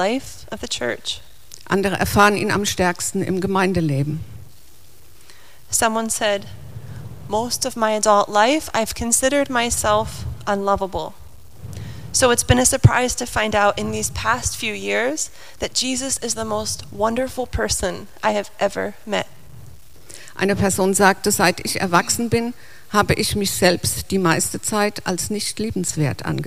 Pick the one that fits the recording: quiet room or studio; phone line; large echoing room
large echoing room